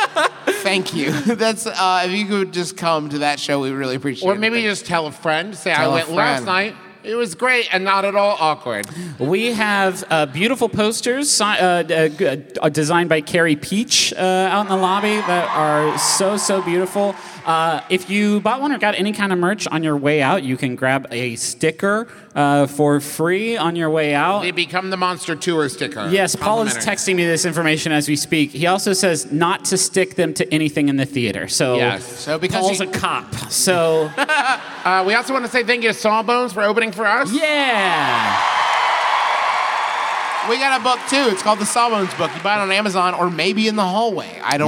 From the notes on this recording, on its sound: live performances at the King’s Theater in Brooklyn